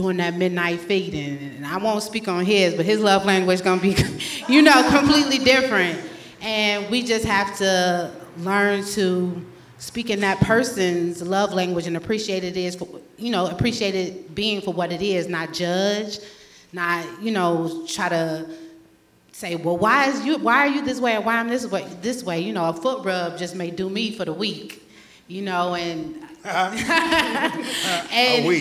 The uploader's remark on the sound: This episode is the first live installation of the Sonshine State. With a live audience, various opinions are expressed, and it allowed for an even greater dialogue.